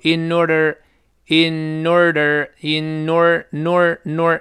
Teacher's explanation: order togo。注意中间比较难读的是这个 order。O R D ER，不要读 order，前面 O R 也有字母儿，有 R 必然会勾舌，前面是 or，后面 E R 是读成 er，所以是 order，order，这么读，我们再体会一下。order，order。哎，前面介词 in 是个前鼻音，所以放在一块儿呢，就必然出现前鼻音连读